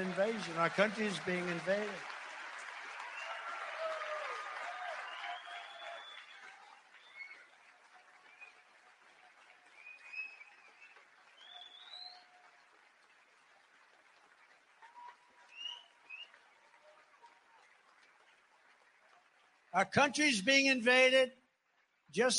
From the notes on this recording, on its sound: frequently interrupted by raucous applause from the GOP activists who gathered for the CPAC conference in the Hilton Anatole’s Trinity Ballroom in Dallas